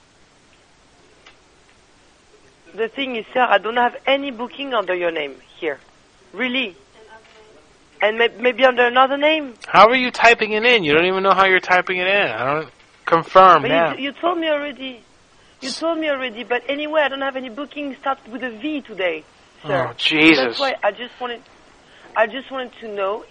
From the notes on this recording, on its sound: Prank Phone Calls.